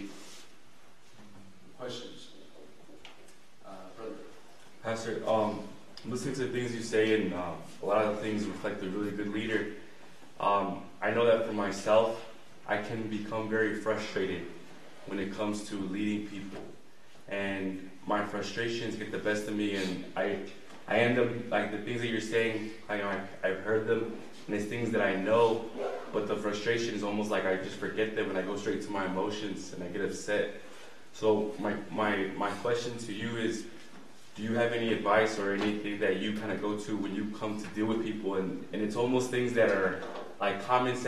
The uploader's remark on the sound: El Paso Christian Church Live Stream